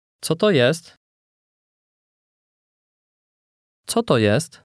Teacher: the middle word is an exception and is unstressed